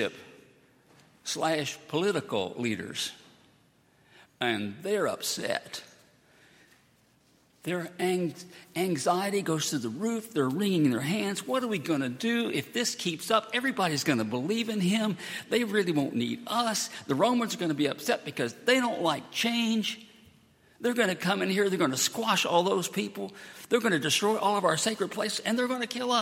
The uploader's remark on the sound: at Highland Baptist Church.